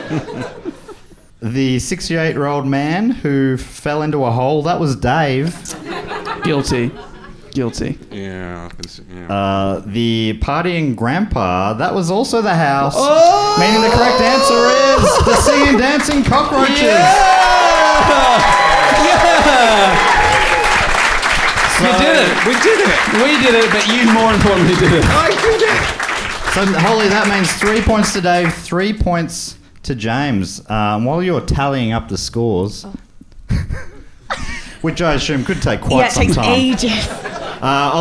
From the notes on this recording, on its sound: Recorded live at the Comedy Box in Bristol, UK!